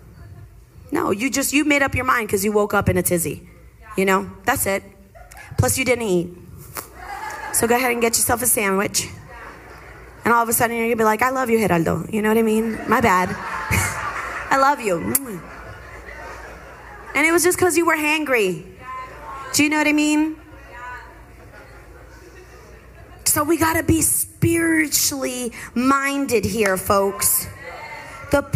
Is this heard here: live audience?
yes